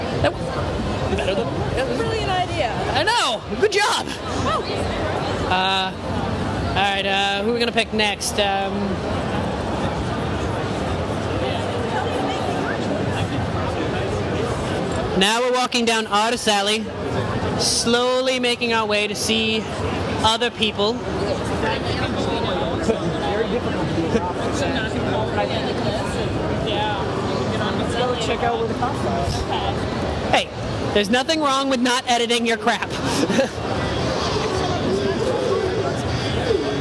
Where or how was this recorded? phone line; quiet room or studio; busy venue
busy venue